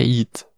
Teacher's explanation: A gente fala um i super curto no fim do it, só para completar o t e pronto.